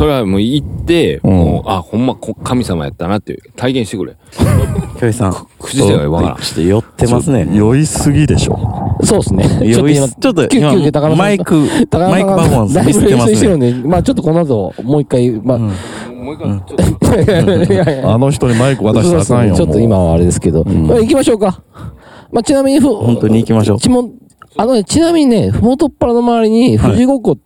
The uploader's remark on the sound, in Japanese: 収録場所 宝船温泉ファミリーキャンプ場。深夜収録。収録場所 宝船温泉ファミリーキャンプ場 滋賀県。ショートトークでつないで収録。